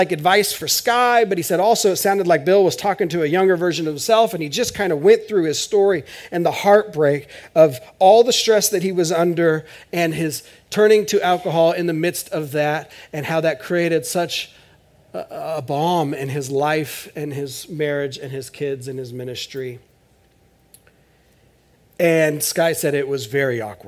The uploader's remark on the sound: This is audio ripped from the Live Service video.